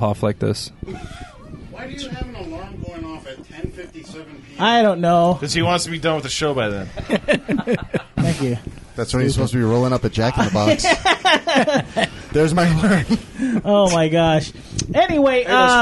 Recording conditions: busy venue